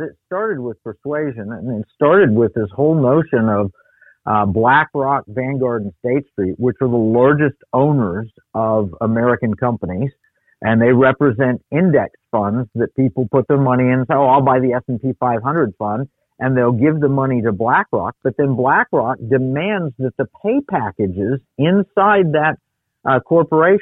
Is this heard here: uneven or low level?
no